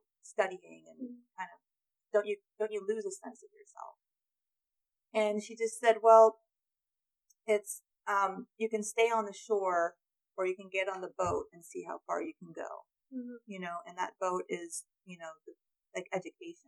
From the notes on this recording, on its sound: This was our first audio-only recording. You'll have to excuse the "beginner" audio quality.